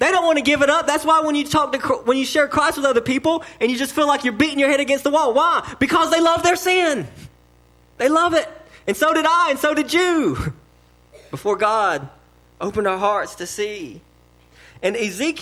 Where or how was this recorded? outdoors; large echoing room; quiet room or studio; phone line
large echoing room